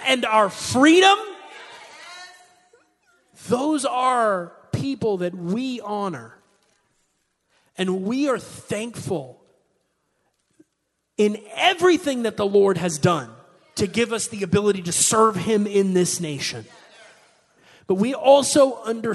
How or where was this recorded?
large echoing room